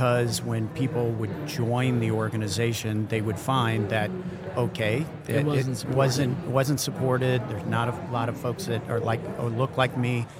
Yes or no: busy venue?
yes